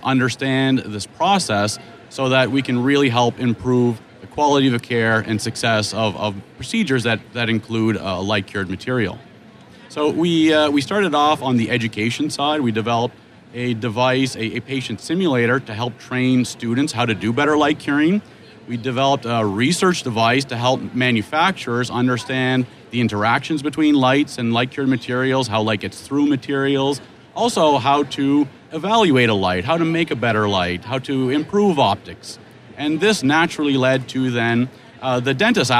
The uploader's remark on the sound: Live from the 3M booth at the GNYDM 2019.